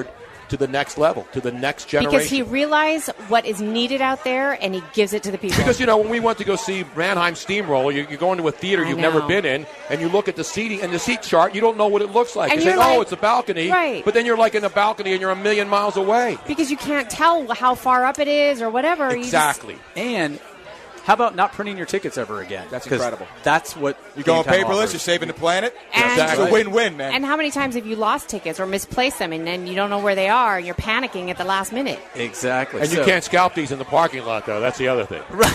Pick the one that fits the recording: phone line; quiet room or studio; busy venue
busy venue